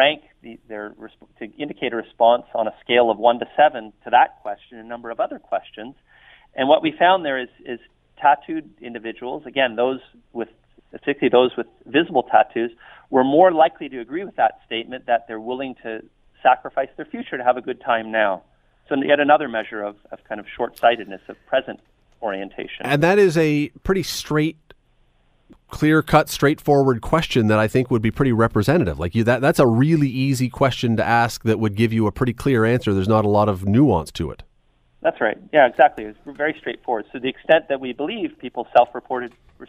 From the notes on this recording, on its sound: Opens the phones.